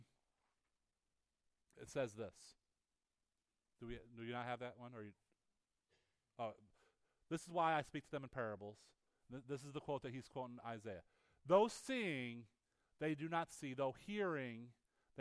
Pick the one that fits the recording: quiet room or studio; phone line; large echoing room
large echoing room